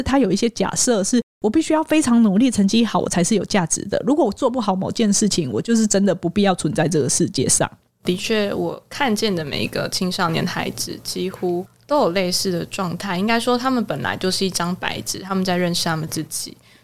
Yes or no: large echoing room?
no